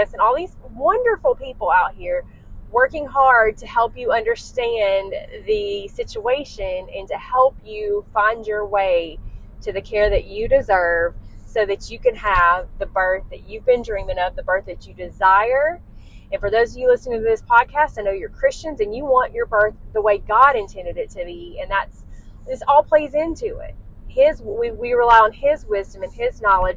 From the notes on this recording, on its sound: DISCLAIMER -- The audio on this episode is less than desirable! I was driving home and was too excited to wait to record so i did it while in the car. Please forgive the bad audio and road noise. This episode was recorded during my drive home so the audio is less than desirable.